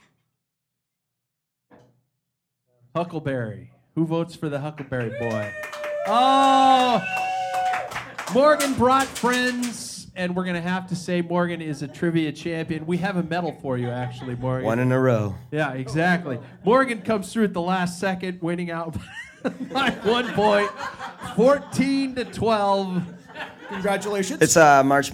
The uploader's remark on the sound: Packfiller LIVE in Spokane at Badass Brewing in Spokane Valley, WA.